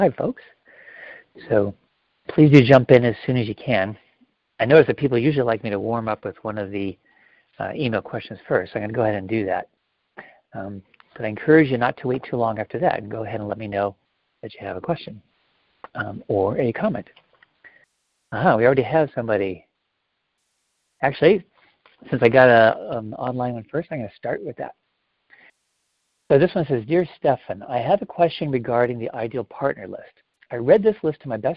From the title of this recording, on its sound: Live Q&A Calls